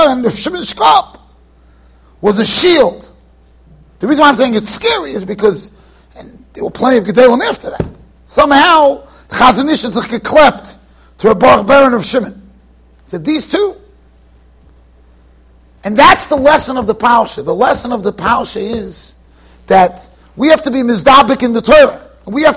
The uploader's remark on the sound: Shiur recorded in Yeshivas Ohr Reuven, Monsey NY.